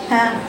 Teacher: حددي الهاء لان حرف ضعيف. لو ما جبتيش وضيقتي المخرج وبينتي الهاء هتضيع منك مخرجها وصوتها.